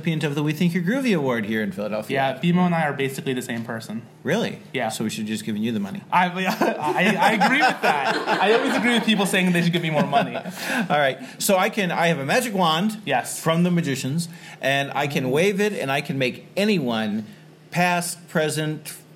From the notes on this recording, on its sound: Live at the Philly GRUE